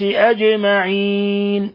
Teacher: أجمعين، الجيم ساكنة تقلقل